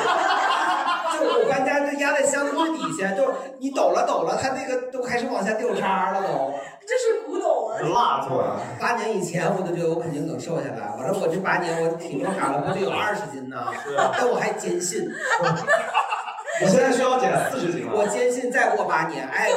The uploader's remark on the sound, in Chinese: 最近两期由于场地不熟悉，设备出了问题，只能用备用素材，所以音质稍有问题。